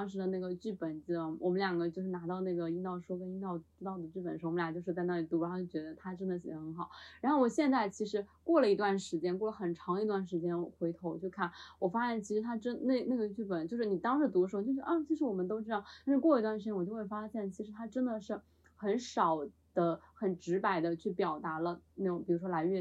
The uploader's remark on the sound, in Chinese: 由于开录之前喝了一点酒，本期节目有尖叫、大笑以及录音失误带来的叽里咕噜。中间有尖叫记得调小音量。